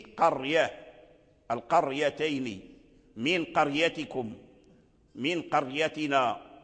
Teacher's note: فلما كانت الياء محركة وكانت متأخرة عن الراء بقيت الراء على أصلها وهو التفخيم